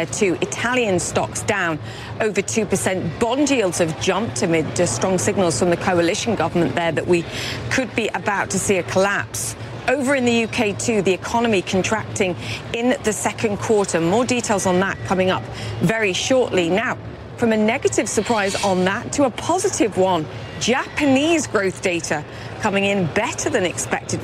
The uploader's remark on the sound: live from the New York Stock Exchange